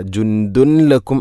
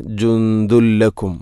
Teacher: ജുന്ദുൻ, അതുപോലെ ദാലിൽ തൻവീനാണ്, ശേഷം ലാം, ഇദ്ഗാം ബിലാഗുന്ന. തൻവീനിനെ ലാമിലേക്ക് കൂട്ടിലയിപ്പിക്കണം, അപ്പോൾ നൂനിൻ്റെ ശബ്ദം കേൾക്കൂല · Shown in: second take · ജുന്ദുൻ എന്ന ശബ്ദമില്ല.